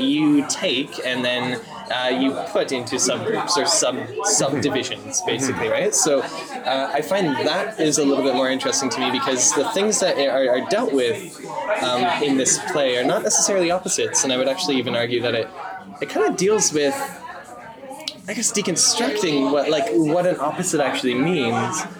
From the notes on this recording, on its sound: Have a drink in a pub. In and around Toronto.